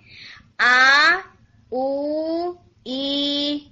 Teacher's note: تو آپ اسے ساؤنڈ سے جج کر لیں، آ او ای، یہ تین ساؤنڈز مد بدل کی ہیں جب آپ انہیں ٹو حرکت یعنی کھینچ کے پڑے ہیں